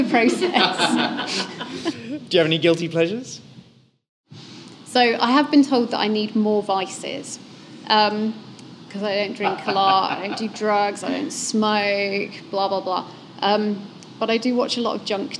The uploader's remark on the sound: recorded live as a part of Festival Muse